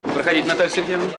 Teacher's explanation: хвостик в конце интонационной конструкции повышения тона – это такой вот фирменный стиль ИК-4